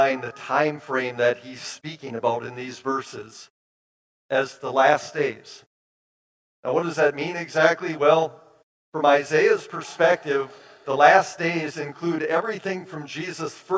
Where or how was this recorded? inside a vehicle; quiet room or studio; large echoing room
large echoing room